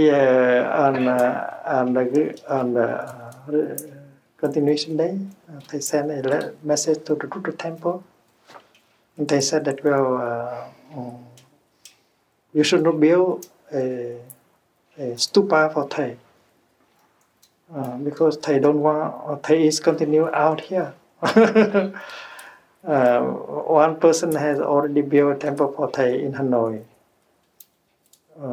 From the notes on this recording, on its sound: (Though since remastered, be aware that some background noise remains.)